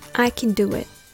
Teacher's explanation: 母音の A が脱落して、くんみたいになります。この曖昧な母音はアメリカ英語でよく使われて、日本人の耳を惑わします。